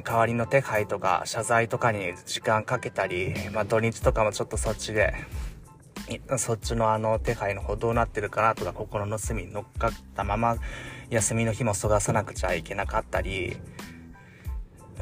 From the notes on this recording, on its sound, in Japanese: 仕事でミスり上司に叱られた直後に社用車の中からスマホ直取りでテンション下げ下げのまま録音しました。